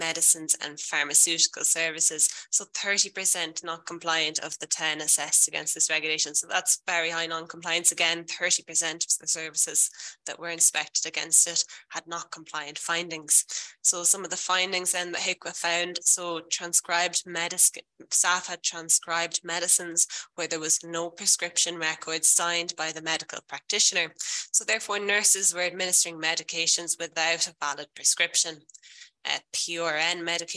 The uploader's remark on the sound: This podcast is a recording of a webinar